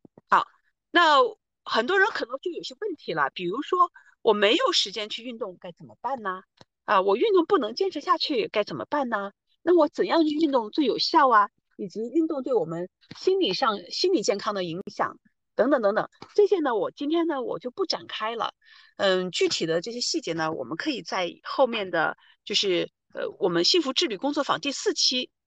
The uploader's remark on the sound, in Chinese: 线上公益讲座录音